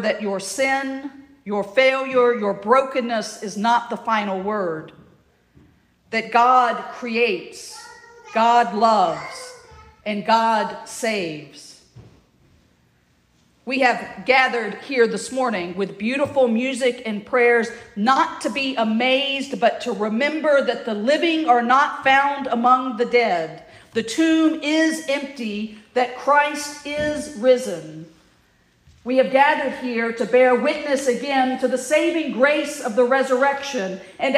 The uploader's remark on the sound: at the Church to the Messiah (recording) in Heflin, Alabama